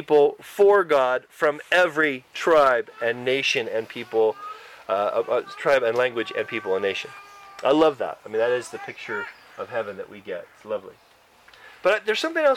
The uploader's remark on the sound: Church camp recording in the great outdoors!